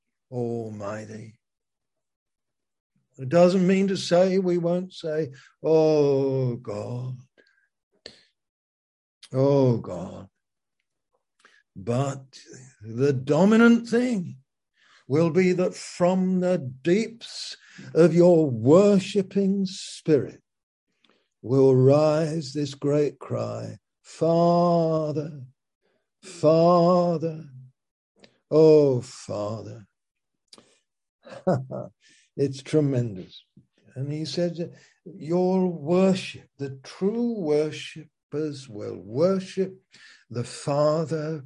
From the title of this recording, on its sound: Zoom - Teign Valley Sessions